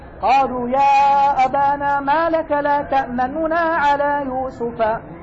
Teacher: بنونين، أولاهما مضمومة ضمة مرومة، يعني جزء من الحركة